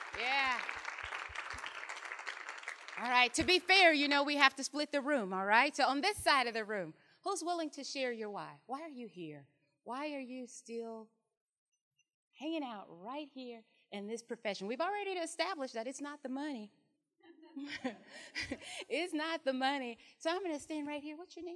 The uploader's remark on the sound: The recording you are about to hear is a keynote from our Women in Education Leading and Learning Summit held on November 6 and 7, 2019.